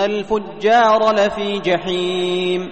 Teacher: فإذا حافظت على بقية الصفات خرجت الجيم صحيحة من مخرجها من وسط اللسان مع الشدة والجهر